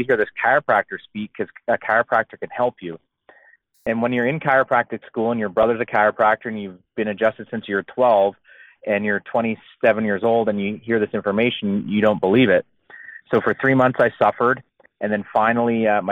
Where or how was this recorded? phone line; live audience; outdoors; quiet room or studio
phone line